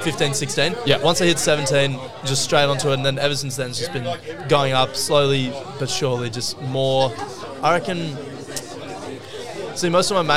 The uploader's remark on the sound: We setup camp in line at our favourite Thursday night hotspot. If you wanted to be on this weeks episode then you had the opportunity to jump on the mic with us!